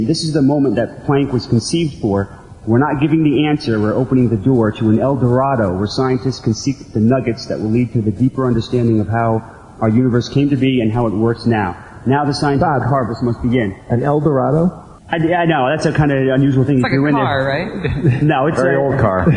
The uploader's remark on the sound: Live Recording from TAM8. Live Q&A.